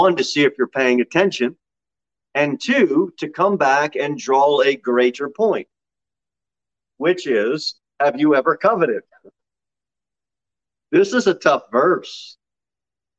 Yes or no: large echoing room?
yes